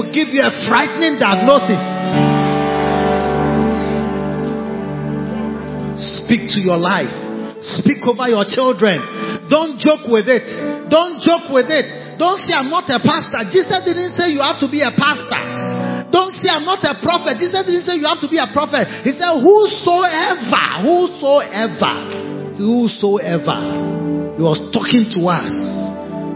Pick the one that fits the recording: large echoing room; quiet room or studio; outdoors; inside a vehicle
large echoing room